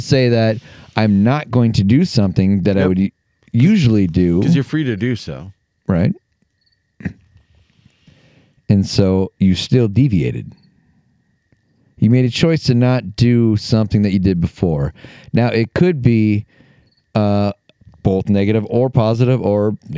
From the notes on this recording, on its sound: We take our conversation outdoors, sparking a tangent-filled discussion amidst the picturesque outdoors of Minnesota. Despite being plagued by fears of erroneous pricey fines for audio copyright infringements of background music.